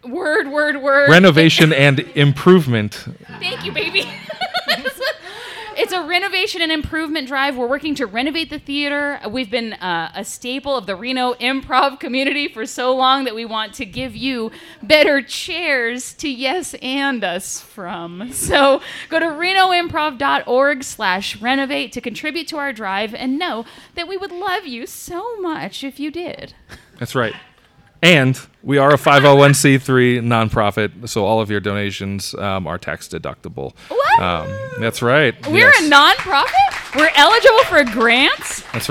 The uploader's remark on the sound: This episode of Renoites was recorded in front of a live audience at Black Rabbit Mead Company in Reno, Nevada. In front of a live audience at Black Rabbit Mead in the brewery district of Reno. The live audience got to enjoy several more improv games after the taping.